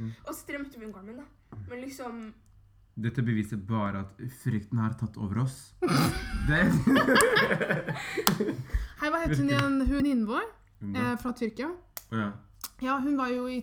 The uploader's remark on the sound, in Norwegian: Bakgrunns lydene dere hører er moren min som leser quran.